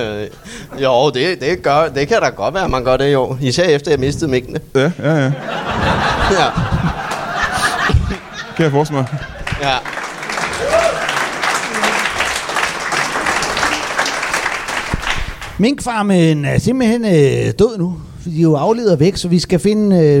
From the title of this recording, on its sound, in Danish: LIVE fra Rib House i Slagelse